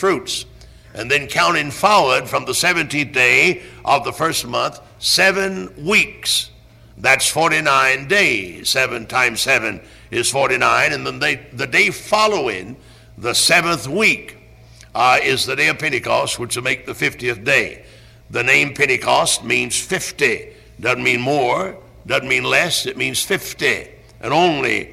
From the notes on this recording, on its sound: Originally preached at Tabernacle Baptist Church in Greenville, SC on April 28, 1974.